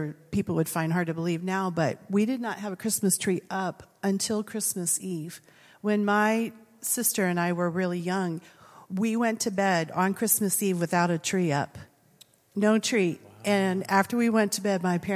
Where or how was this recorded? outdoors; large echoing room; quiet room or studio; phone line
large echoing room